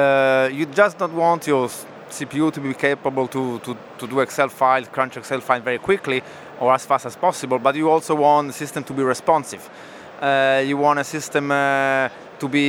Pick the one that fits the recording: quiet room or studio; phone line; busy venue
busy venue